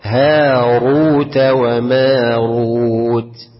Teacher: الراء في هاروت وماروت ما لها مفخمة ولا مرققة؟ مفخمة لأنها إيه؟ مضمومة.